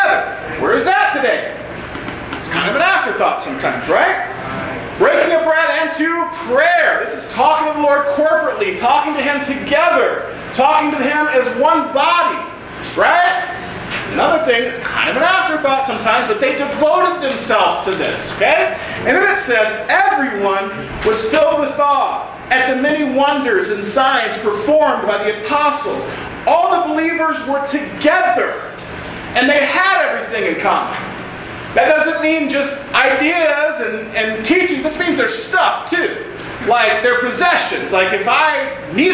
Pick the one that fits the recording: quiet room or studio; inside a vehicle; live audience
live audience